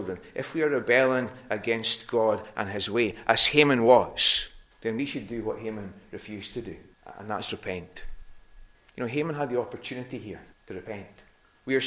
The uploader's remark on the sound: recorded at North Harris Free Church on the evening of Sunday 17th April 2022